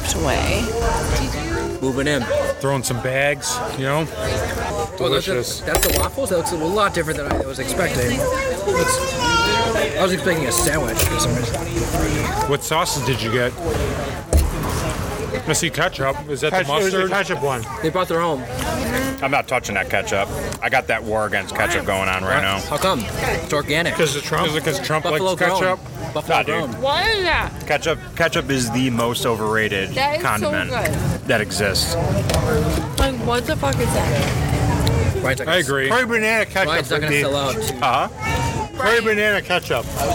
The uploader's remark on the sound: Our recording from Community Beer Works new space!